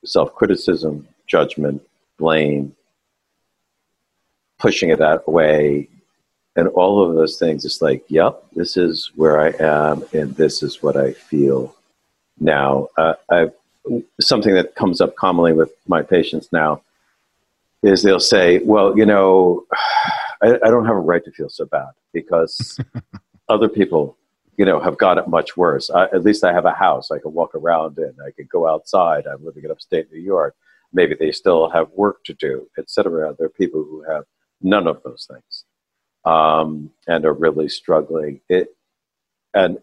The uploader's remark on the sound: This audio was taken from a live webinar